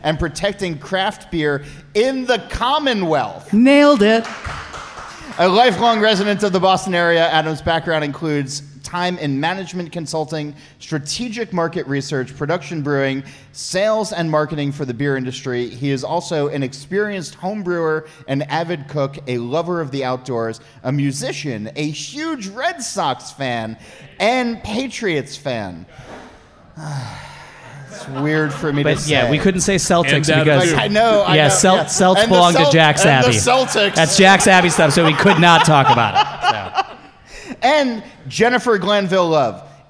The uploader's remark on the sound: A special live audience episode of the podcast. Recorded on location at Jack's Abby Craft Lagers in Framingham, Massachusetts.